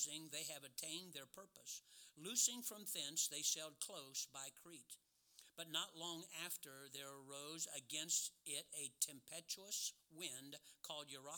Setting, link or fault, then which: setting, large echoing room